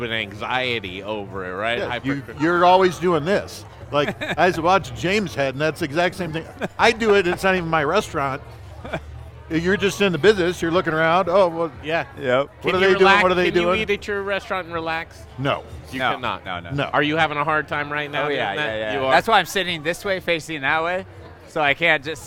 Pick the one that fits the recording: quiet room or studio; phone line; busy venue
busy venue